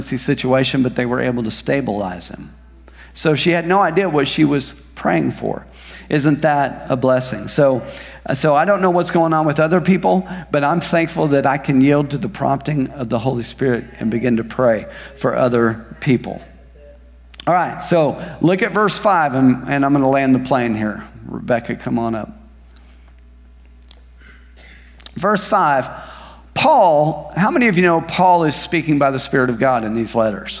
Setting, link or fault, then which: setting, large echoing room